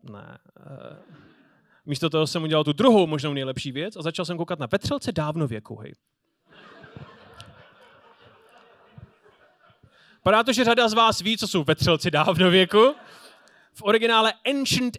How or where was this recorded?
live audience